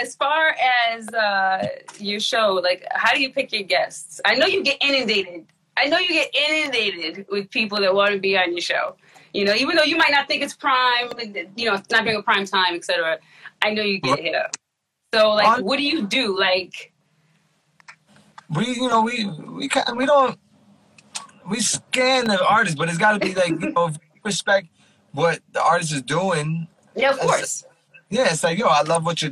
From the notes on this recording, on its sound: a special Instagram Live #WFH edition